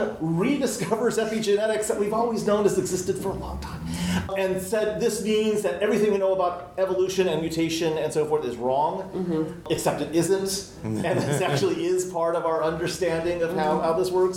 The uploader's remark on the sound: Recorded at Balticon 51.